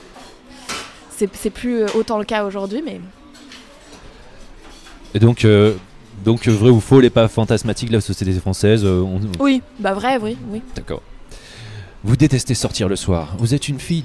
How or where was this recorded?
busy venue